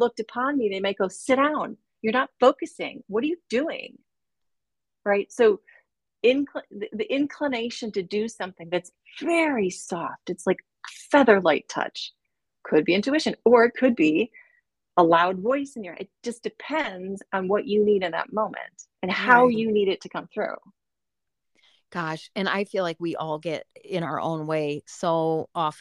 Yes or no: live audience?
no